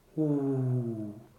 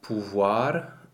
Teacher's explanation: in French, the OU is a very rounded, forward sound. The tricky part about it is that you want to be able to remain a certain level of relaxation in the lip, and mm-hmm.